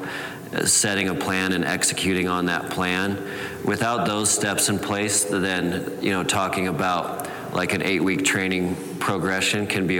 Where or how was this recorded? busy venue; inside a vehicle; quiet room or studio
busy venue